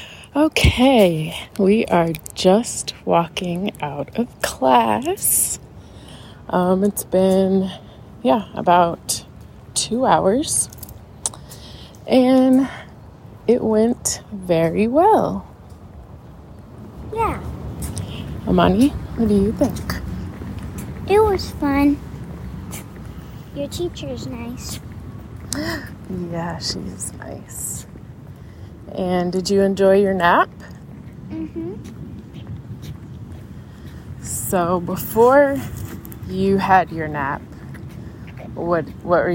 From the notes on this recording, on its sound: We chat as we are walking up the hill to the entrance and then return as we are leaving class to discuss how it went.